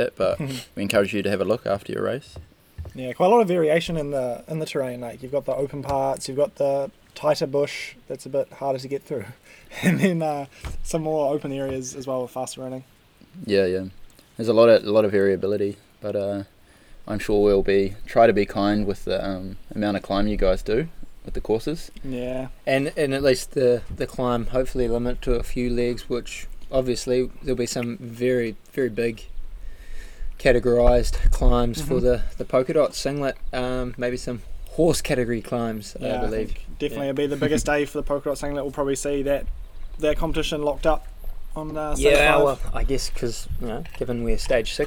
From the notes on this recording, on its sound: We apologise for the poor audio quality, we recorded with only 1 mic outside